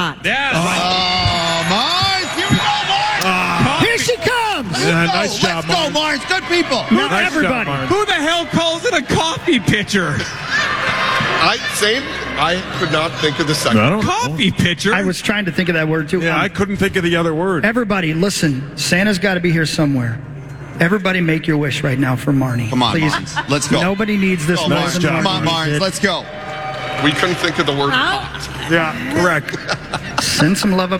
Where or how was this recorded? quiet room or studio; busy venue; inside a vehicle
busy venue